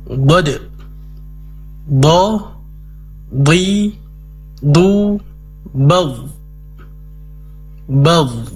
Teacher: dikuatkan sifat isti'la'nya atau sifat terangkatnya pangkal lidah